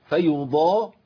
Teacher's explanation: لابد من بيان ايه تفخيم الضاد واطباقها